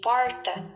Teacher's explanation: O chamado R retroflexo, que emite aquele som caipira, por exemplo, de porta, é mais comum no caminho dos bandeirantes.